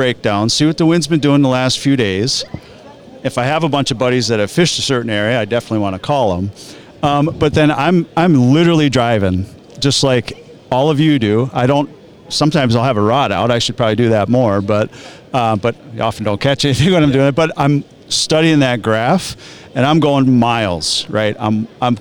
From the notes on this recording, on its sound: Guide Panel Live from the Minnesota Muskie Expo. This week we record live from the Minnesota Muskie Expo.